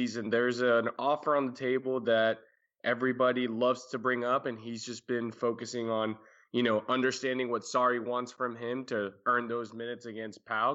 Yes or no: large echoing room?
no